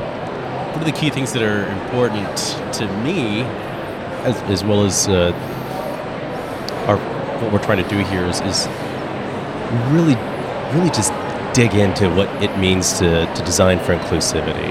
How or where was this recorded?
busy venue